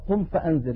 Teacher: ينتقل من مخرج الهمزة في كلمة أنذر إلى مخرج الذال وهو طرف اللسان مع أطراف الثنايا العليا · Term: الإخفاء